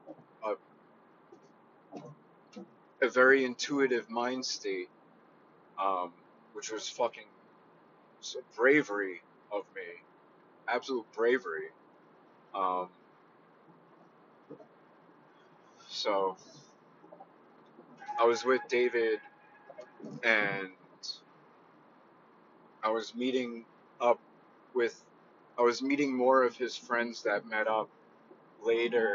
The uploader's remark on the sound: I love/hate driving while doing this because of the company on the road and not being focused on whats going on but its relaxing when you block it out.